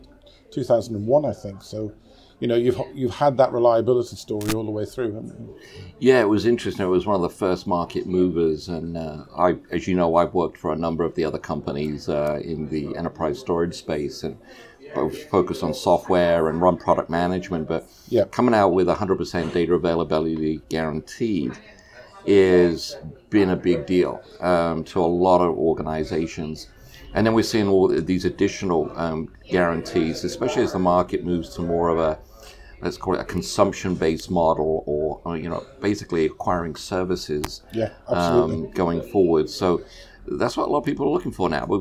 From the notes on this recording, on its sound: In this live episode, recorded at Hitachi Exchange in Paris